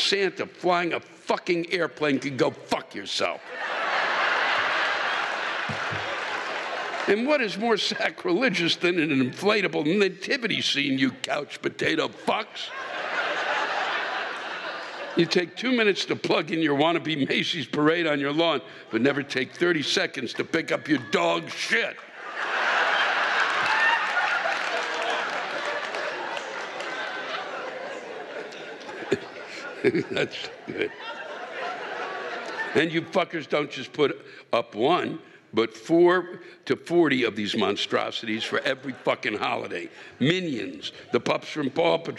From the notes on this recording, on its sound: The live rants come from the shows in Cincinnati and Akron OH